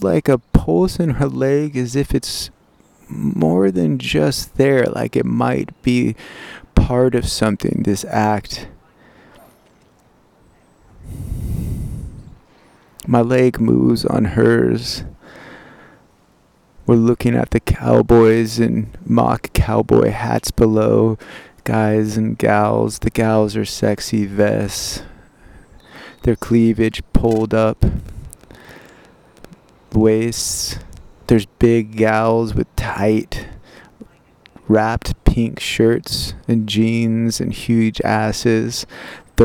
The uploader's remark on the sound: Diary recorded in a secret garden behind Shakespeare’s Globe Theatre.